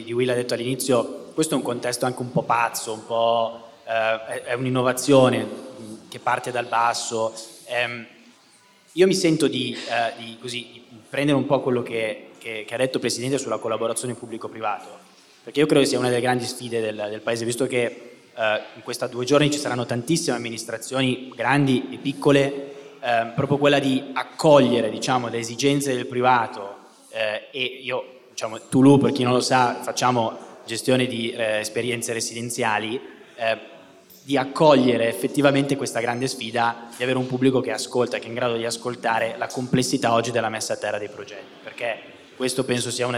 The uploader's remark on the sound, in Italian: abbiamo registrato live il 25 Ottobre a BASE